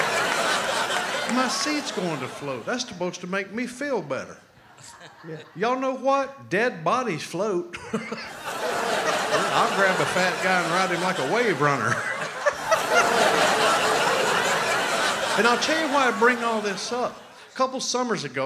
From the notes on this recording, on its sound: Live at the South Point Casino